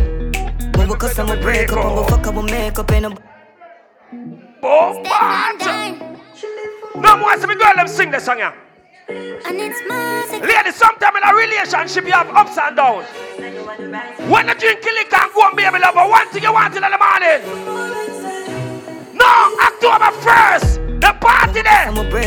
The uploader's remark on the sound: LIVE AT LEVEL UP 30TH AUGUST 2022